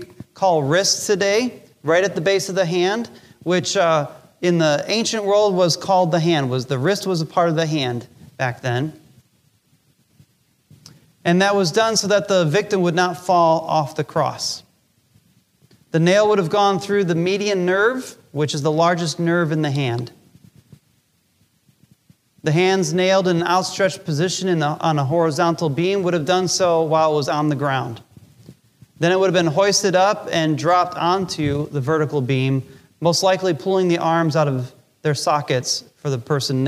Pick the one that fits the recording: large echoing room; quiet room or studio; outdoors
large echoing room